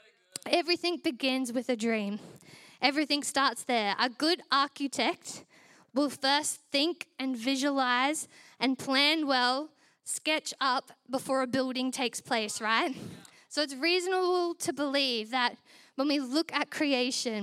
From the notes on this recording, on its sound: Recorded during our Melbourne East service on Sunday, the 21st of January 2024.